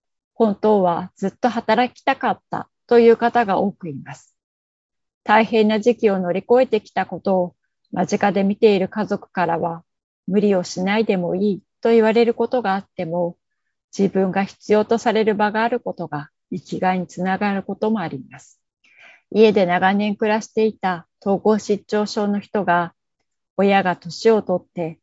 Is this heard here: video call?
yes